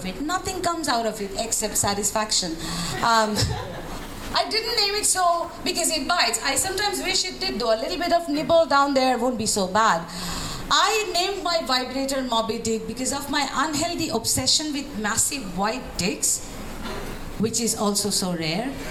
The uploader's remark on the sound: Live at One Night In Saigon. (Comedy Show).